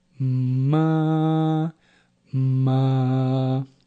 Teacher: vocalize the words mama, papa, raising the voice in the first syllable, meaning higher tone, ma, ma, lowering it in the second syllable of each word.